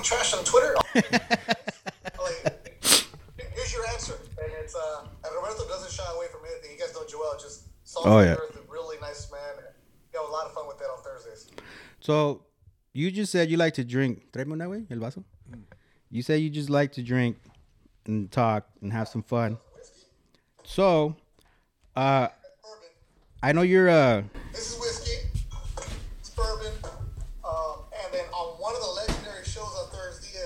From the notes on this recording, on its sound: Pls excuse the audio we were having some technical difficulties.